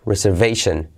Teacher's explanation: en reservation, la segunda R también se puede hacer suave